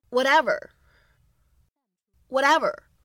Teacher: 在美式发音当中呢会做一个非常典型的闪音的处理 flap t, 所以呢这样一个单词在美式发音当中呢它的这个字母 t 发的 t 并不是特别明显，反而呢是有一点点偏向于的 whatever whatever。